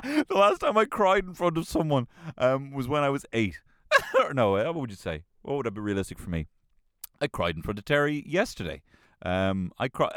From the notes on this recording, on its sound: LIVE from my Kia Soul